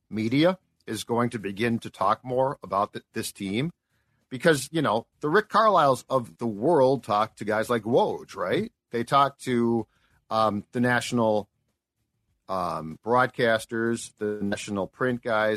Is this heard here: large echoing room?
no